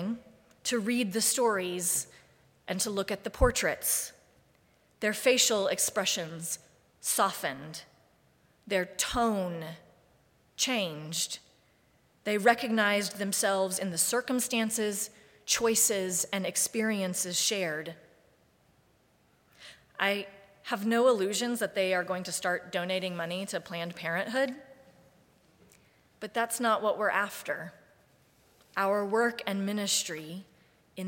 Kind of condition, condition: setting, large echoing room